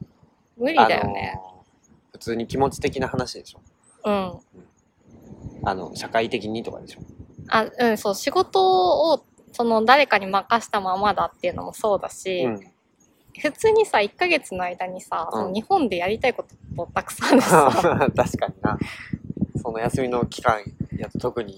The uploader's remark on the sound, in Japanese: In 奈良公園。対面収録（初！）場所は奈良公園。鹿はめっちゃ泥浴びしてるし、カラスは鳴くし。